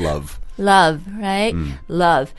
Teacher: 你的上门牙应该是碰触到你的下嘴唇的